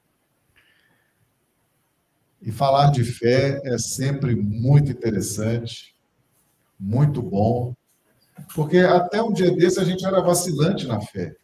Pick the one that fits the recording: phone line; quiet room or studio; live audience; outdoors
live audience